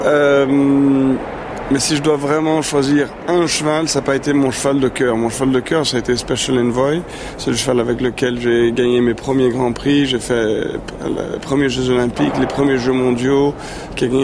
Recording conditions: busy venue